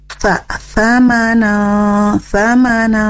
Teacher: pangkal lidahnya itu turun ke bawah sehingga bunyi hurufnya dibaca tipis bukan tebal